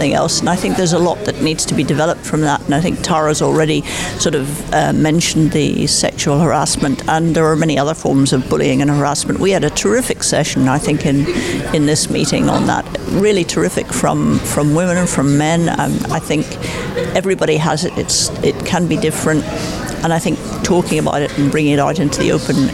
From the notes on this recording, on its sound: One of our last live recorded podcasts from #ESVS2023 Annual Meeting in Belfast has been very special to our team.